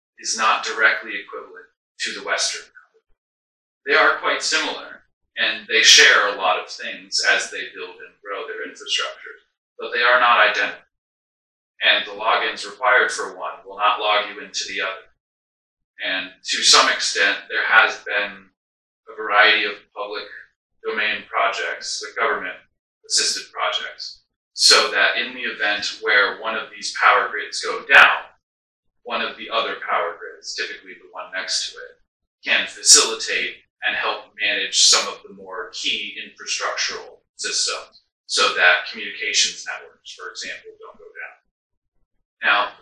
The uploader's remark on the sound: We faced some technical difficulties in this first recording and lost our mic audio files so please excuse the terrible audio quality as we were forced to pull it from our camera (which was not set up with a mic).